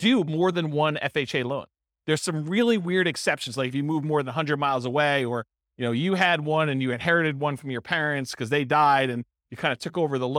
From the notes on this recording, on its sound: This was a live class recorded